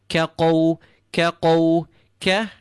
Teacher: Qaw, qaf, back of the tongue, meeting with the start of your soft palate.